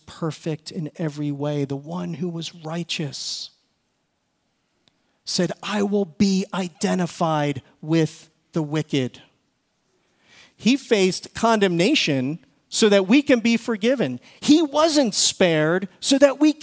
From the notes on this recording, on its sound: Recorded service from February 18, 2024.